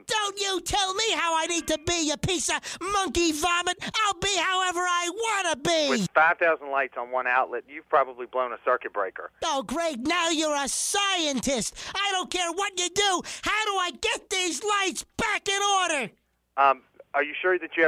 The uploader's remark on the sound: Prank Phone Calls Collection